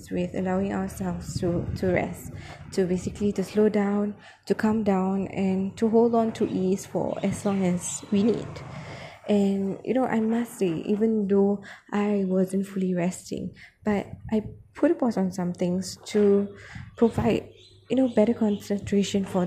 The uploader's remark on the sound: Tried to record in a very remote yet public area thus apologies for the abstract background noise